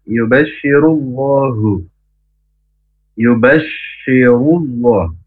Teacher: Bash ditekan ke huruf shin besar dan keluar nafas yang banyak. Rullah runya tebal karena huruf ro berharokat doma.